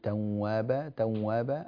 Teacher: دخل الخيشوم عندك قليلا، الواو ليست من الحروف التي يدخلها الخيشوم إلا في حال الإدغام بغنة، يعني إن سبقت بنون ساكنة فقط، ما عدا ذلك كل الواوات لا يدخلها غنة، فانتبه لهذا.